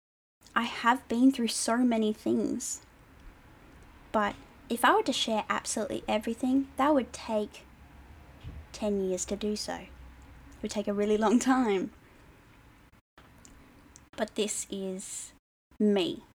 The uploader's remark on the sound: The audio will get better as my editing skills get better.